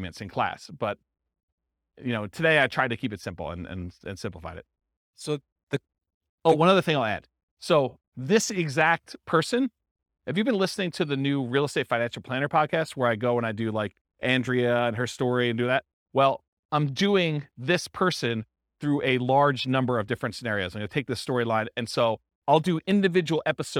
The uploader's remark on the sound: This was a live class recorded